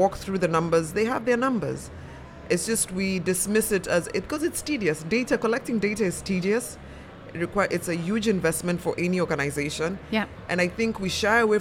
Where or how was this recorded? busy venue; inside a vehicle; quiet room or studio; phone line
busy venue